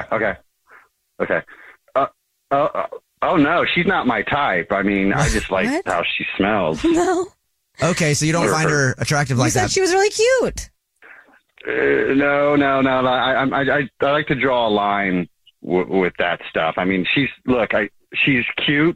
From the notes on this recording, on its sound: There is a guy on the phone